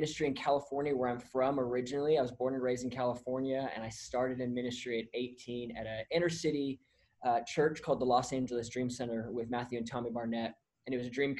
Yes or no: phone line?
no